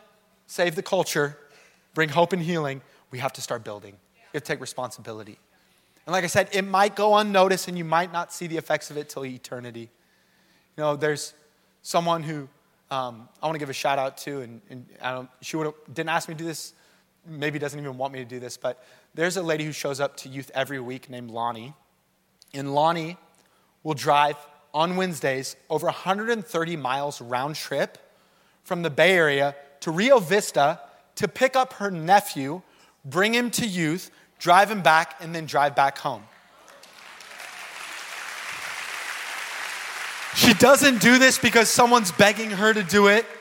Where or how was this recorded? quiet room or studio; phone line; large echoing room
large echoing room